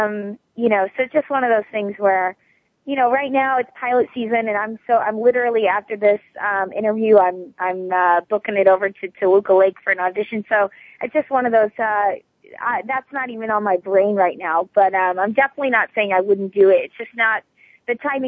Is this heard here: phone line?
yes